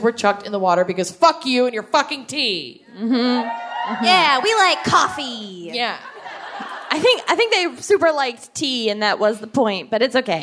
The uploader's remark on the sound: Philadelphia LIVE. Live from Philadelphia.